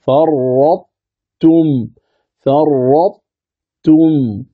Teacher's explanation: بإدغام الطاء في التاء مع بقاء صفة الاستعلاء في الطاء وذهاب صفة القلقلة